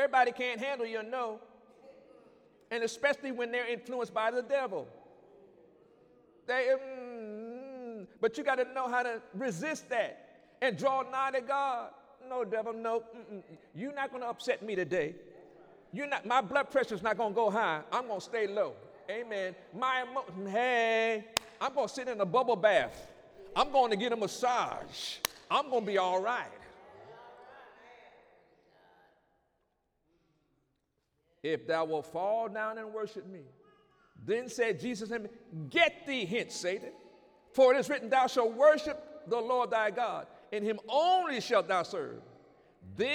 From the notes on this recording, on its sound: During Sunday morning service on December 22, 2019